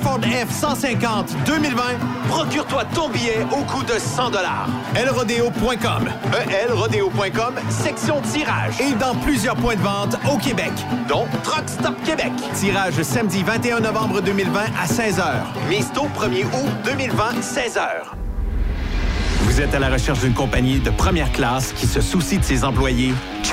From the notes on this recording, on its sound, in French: En direct du Relais Routier Petit. Le truck stop accueillait Burrowes, Traction et TruckPro qui ont offert des repas gratuits aux camionneurs pour les remercier de leur travail en période difficile de la Covid-19.